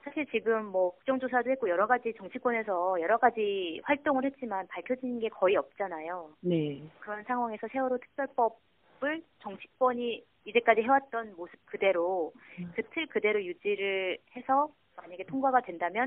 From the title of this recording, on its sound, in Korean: 전화 인터뷰